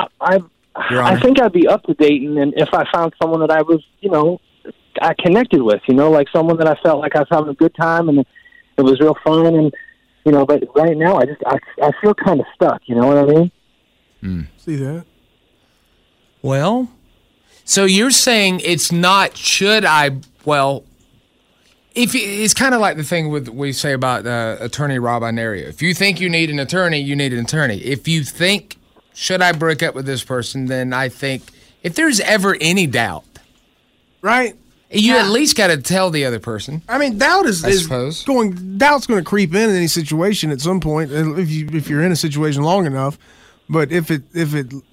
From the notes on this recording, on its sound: OPEN PHONES